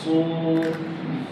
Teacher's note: ada huruf sad sad ini ditebalkan mengucapkan su